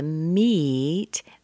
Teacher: Be careful with the meet, that the E means you're smiling a little bit. Okay, that's not a short I, that's a long E.